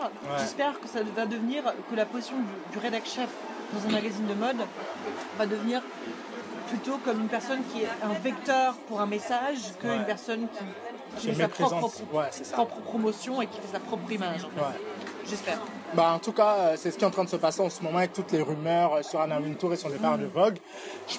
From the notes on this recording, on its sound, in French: Ce podcast a été enregistré au Pub Saint-Lazare dans la rue.